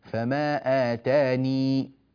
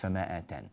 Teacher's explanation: وقف فيها قالون بإثبات الياء مع إسكانها · Shown in: first take